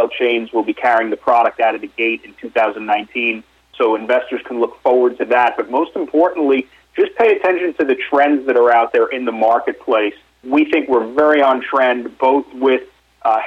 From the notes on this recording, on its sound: called in to SmallCapVoice